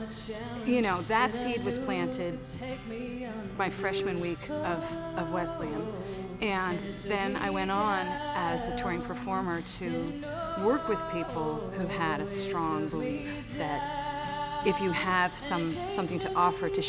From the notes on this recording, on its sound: Homecoming/Family Weekend 2013. A favorite class that met in the concert hall. The large audience included alumni, students and their parents, local community members. Followed by a q&a session.